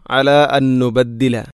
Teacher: അല അൻ നുബദ്ദില, ഇവിടെ അൻ സുക്കൂനുള്ള നൂനിന് ശേഷം വീണ്ടും നൂന്. അപ്പോൾ ഒന്നാമത്തെ നൂനിനെ രണ്ടാമത്തെ നൂനിലേക്ക് ഇദ്ഗാം ചെയ്യുന്നു.